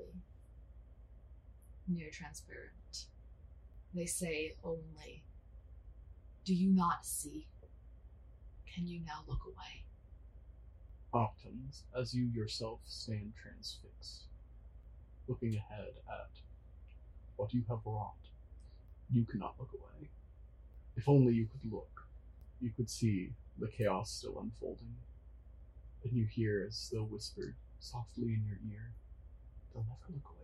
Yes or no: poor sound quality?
yes